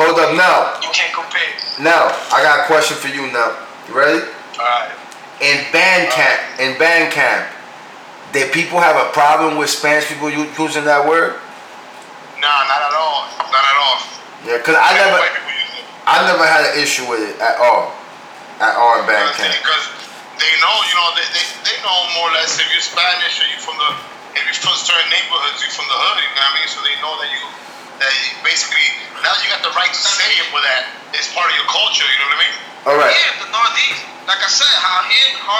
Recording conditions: poor sound quality